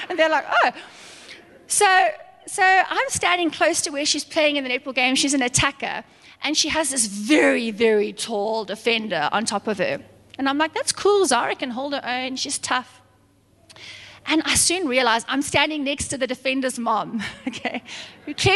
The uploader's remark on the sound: Recorded live on Sunday the 7th August 2022